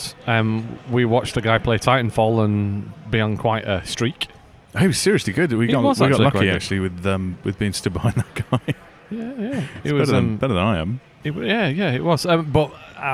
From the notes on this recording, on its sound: In September we headed to sunny Birmingham to take in the sights and sounds of the NEC… well, EGX 2016 at least. Being vaguely prepared, we took mics and recording equipment so that we could capture our thoughts and feelings during the day, as well as grab some interviews with any interesting people we bumped into. Strange time-travelling editing techniques that make it sound like we actually did things in a sensible order.